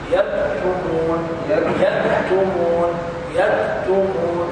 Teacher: يكتمون، هات الكف، سكن الكف، انطق الهمس، الهمس بحرف الكف مع الشدة